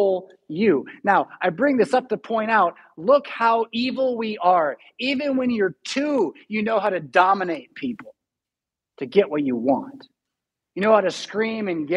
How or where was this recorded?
large echoing room